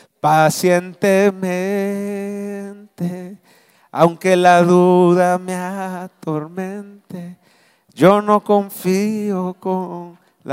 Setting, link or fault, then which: setting, large echoing room